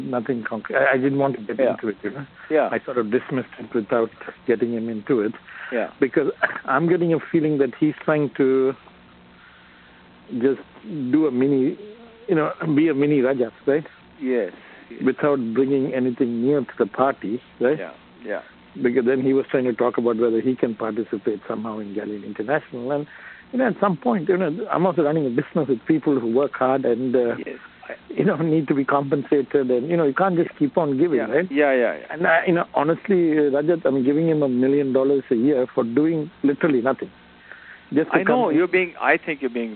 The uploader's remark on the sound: a recording of the audio of this phone call